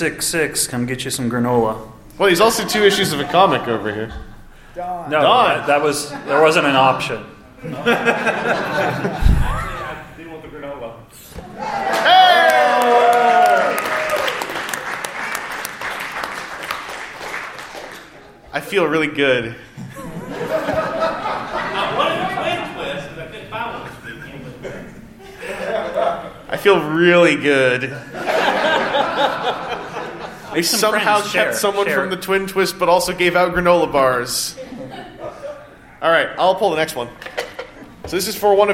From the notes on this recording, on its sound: On this RFC Extra we are at TFcon USA and are taking part of the Sunday podcast panel!